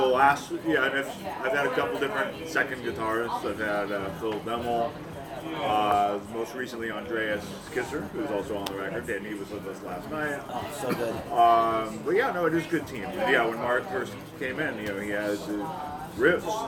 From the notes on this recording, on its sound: Interviewed at Duff’s Alcohol Abuse Center in Brooklyn, New York